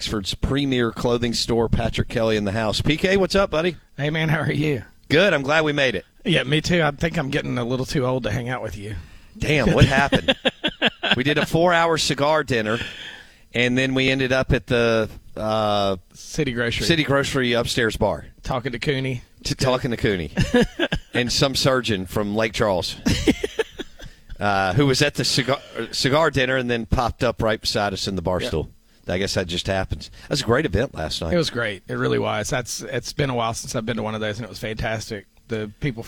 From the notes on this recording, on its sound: In the mobile BankPlus Studio live from Finch & Kelly in Oxford.